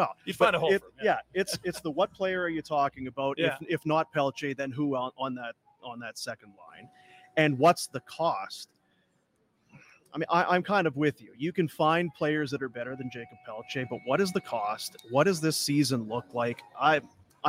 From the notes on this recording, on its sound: Post Game Show. Live from the Grey Eagle Resort and Casino!